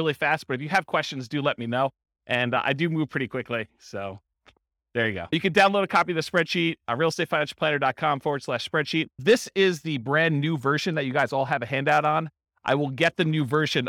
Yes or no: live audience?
yes